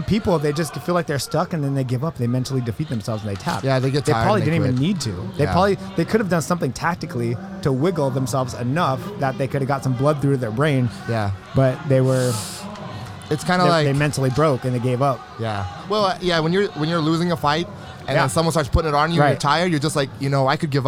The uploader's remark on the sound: Recording from the FloGrappling table at IBJJF Nogi Worlds in Anaheim, CA. A mish-mosh of short interviews with pretty much whoever was walking by the table at the right moment.